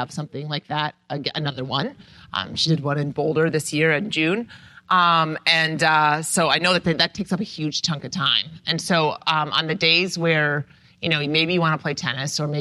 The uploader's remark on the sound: Live from Hilton Head Island! Fielded questions from a live audience (at an AMR Retreat).